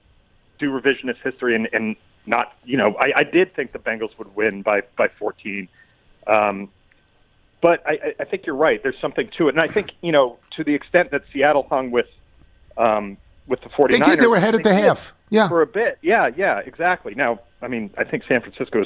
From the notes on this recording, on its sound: Phones in to give his thoughts. Calls in to talk more NFL.